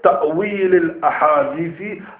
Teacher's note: But if you have a word before it, ta'wil al-ahadithi. Lam is pronounced, but the hamzat al-wasl is not pronounced.